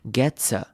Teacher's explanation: 把 gets 后面 ts 的 ts 的声音跟 a 连在一起 · Term: 连音